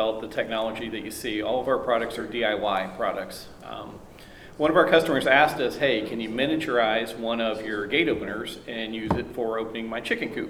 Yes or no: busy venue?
yes